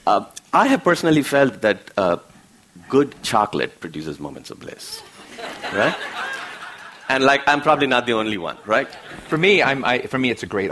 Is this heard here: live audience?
yes